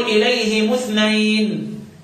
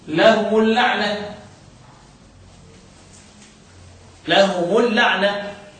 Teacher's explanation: اقرأ بضم الميم بدون صلة لكل القراء · Term: ضم بدون صلة